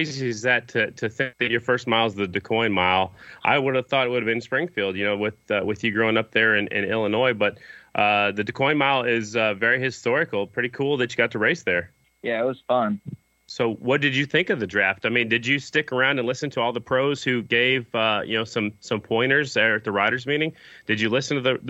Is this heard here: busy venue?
no